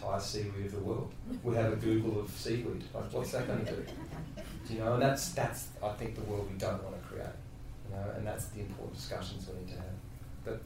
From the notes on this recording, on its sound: This time we’re joined by a wonderfully engaged cinema audience. One person wasn’t concerned at all (you’ll hear him join the conversation in this podcast).